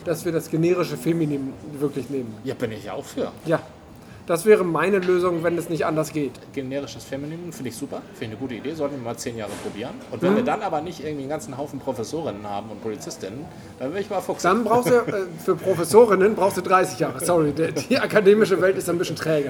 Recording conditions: busy venue